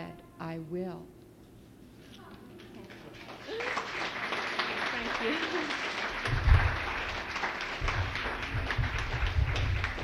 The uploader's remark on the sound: authors take turns reading books, many illustrated, to an audience of children and adults